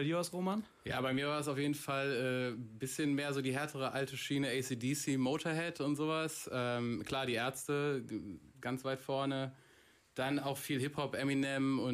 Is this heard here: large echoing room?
no